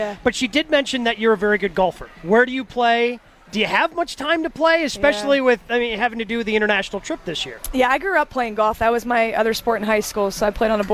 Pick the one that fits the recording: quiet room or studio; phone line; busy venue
busy venue